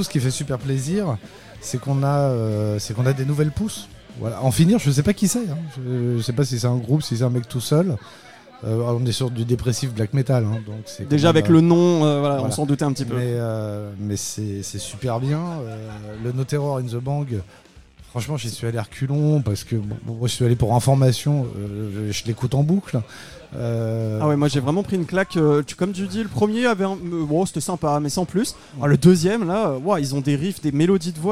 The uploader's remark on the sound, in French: enregistré et diffusé en direct dans le bar parisien Hellfest Corner